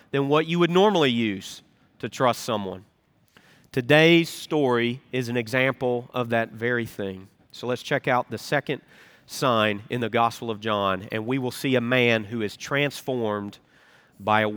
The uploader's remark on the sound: Recorded Live at Brookwood Church on 02.25.2024